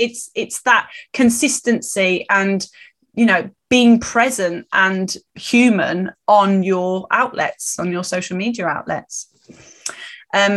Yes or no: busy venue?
no